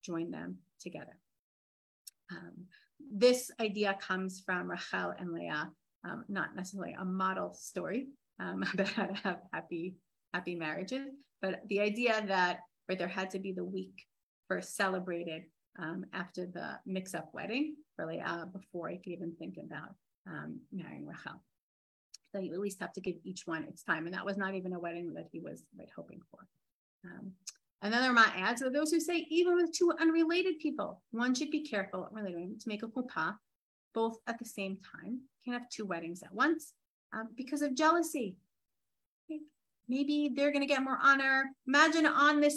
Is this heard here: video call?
yes